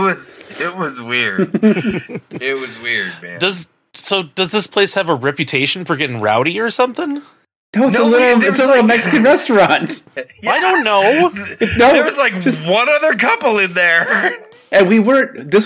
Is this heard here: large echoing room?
no